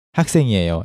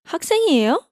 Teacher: it is very easy to turn these sentences into question form just by raising the tone at the end of the sentence · Shown in: second take